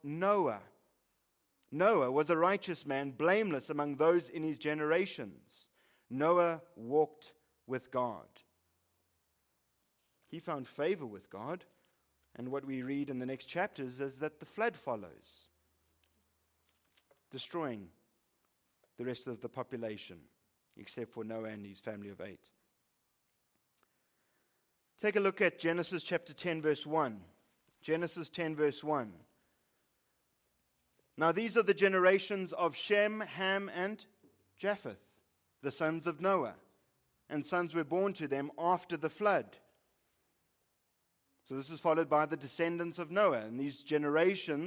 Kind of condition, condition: setting, large echoing room